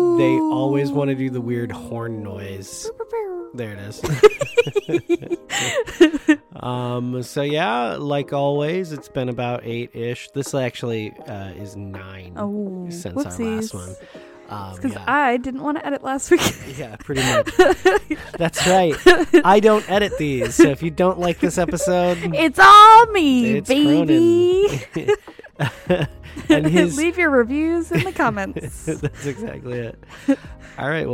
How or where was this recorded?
inside a vehicle